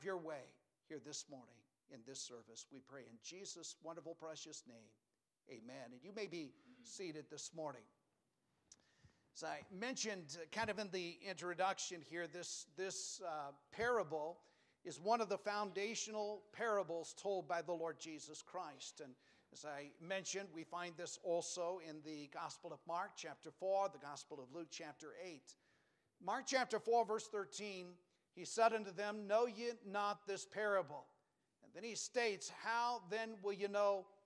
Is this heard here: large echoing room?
yes